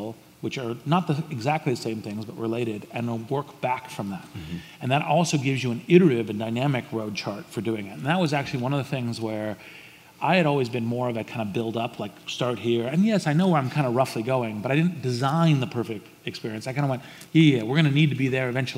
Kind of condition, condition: setting, busy venue